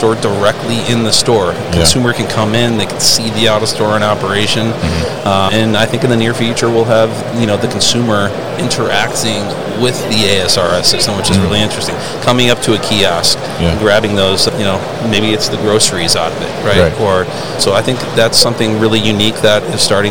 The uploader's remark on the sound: Autostore at MODEX 2022